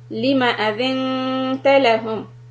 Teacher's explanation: Make sure the Mim Fatha is one haraka